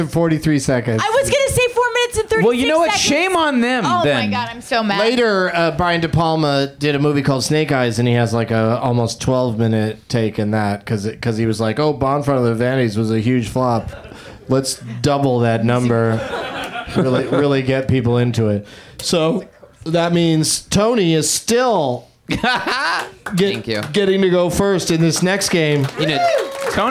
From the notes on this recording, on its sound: Live from the UCB Franklin in LA